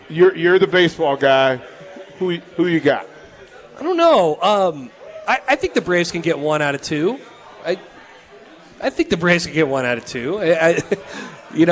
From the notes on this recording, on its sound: Live from Upside Bar and Lounge (27th & Pine Lake)